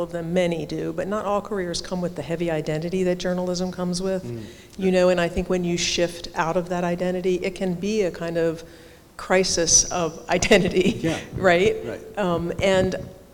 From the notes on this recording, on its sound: at the annual Word Literary Arts Festival in Blue Hill.